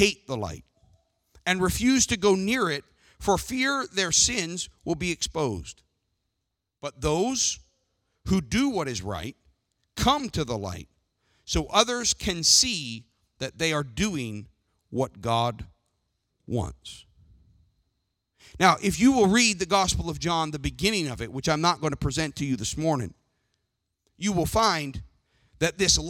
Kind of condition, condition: setting, large echoing room